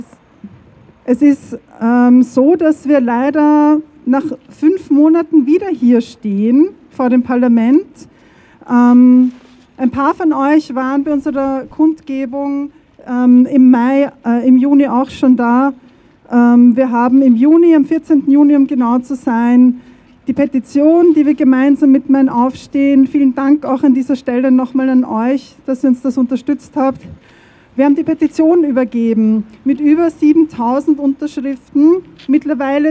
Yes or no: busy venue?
yes